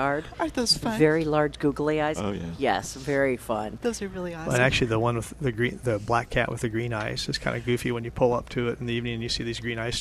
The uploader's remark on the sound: Live at Prairie Gardens